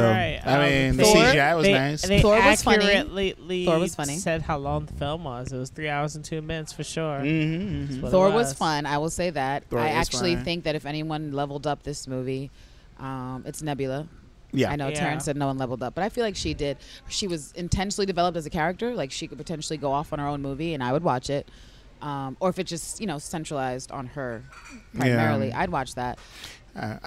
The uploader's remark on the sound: We recorded this right after seen the movie at 1 am ending around 4 am in a 24 hour McDonalds in Brooklyn which may hear some featured locals chime in from time to time